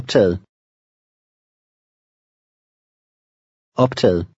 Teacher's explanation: the last G is silent, and the final T sounds like an L